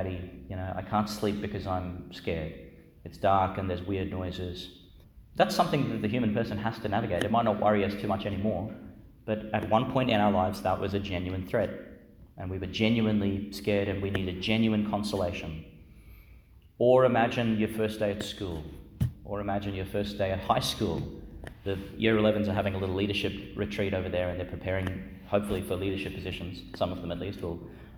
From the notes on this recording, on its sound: Homily for Friday in the Fourteenth Week in Ordinary Time, delivered in Our Lady Star of the Sea Church, Gladstone, Qld.